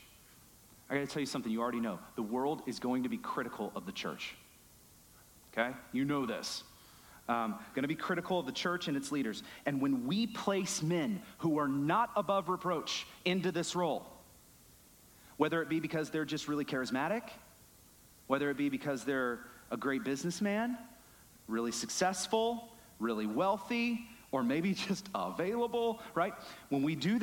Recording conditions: large echoing room